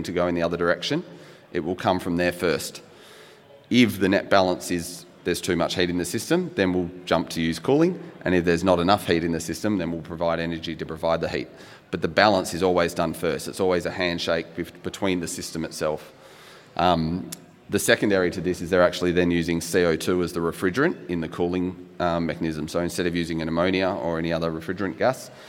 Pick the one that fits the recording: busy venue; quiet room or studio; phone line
busy venue